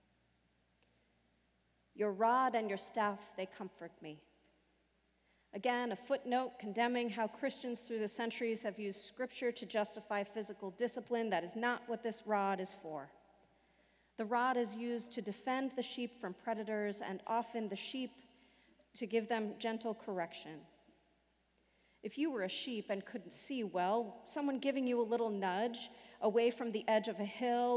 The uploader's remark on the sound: Sermons from Old South Church in Boston